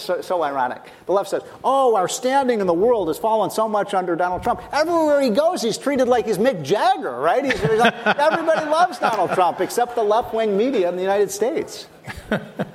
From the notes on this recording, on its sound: at a conference with conservative leaders